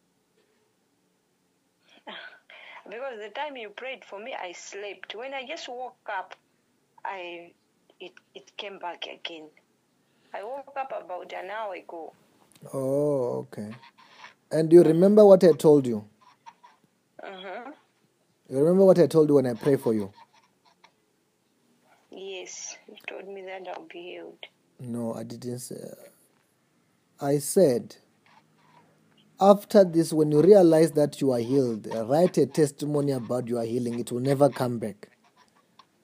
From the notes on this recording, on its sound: healing over the phone